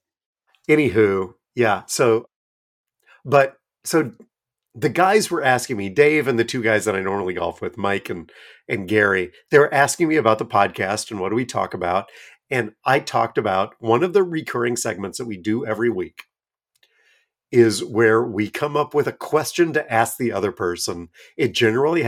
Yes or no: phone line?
no